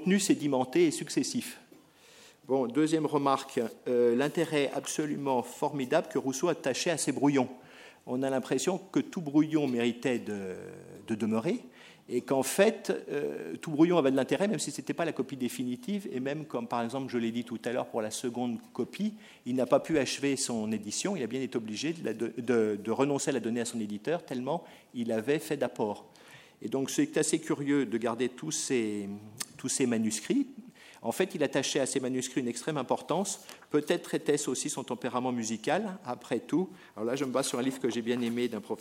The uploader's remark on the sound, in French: enregistrée le 30 mars 2010 dans le cadre du colloque « La numérisation du patrimoine écrit.